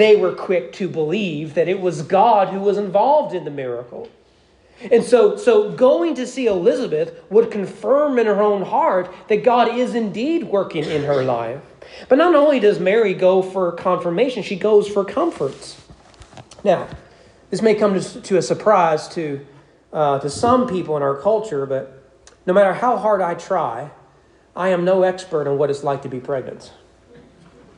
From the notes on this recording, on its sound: Sermon preached at East Frankfort Baptist Church on December 18, 2022 during morning worship.